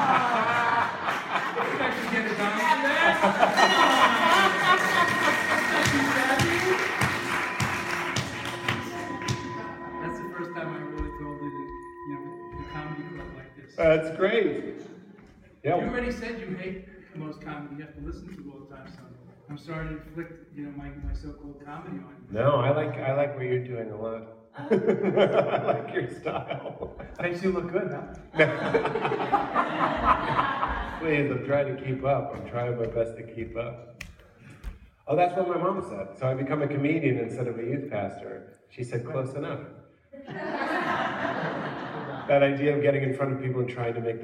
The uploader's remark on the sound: live on stage for conversation